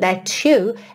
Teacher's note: uma palavra que termina com T, seguida de you, dá esse som to